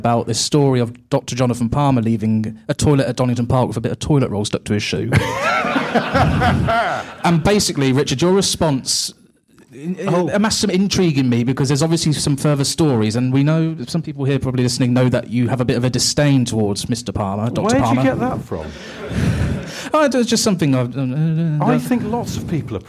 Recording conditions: live audience